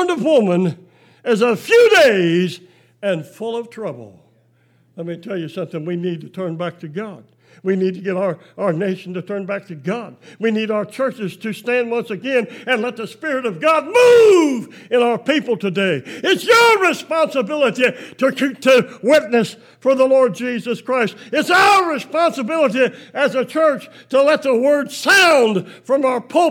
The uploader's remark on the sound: Preached July 5, 2020 at General Baptist Church God's House of Prayer in Fairborn, Ohio